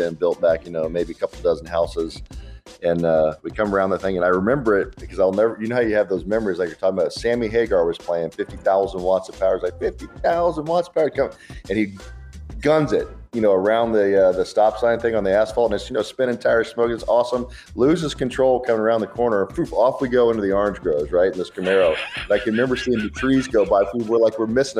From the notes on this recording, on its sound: open the phones to take phone calls from you, the listeners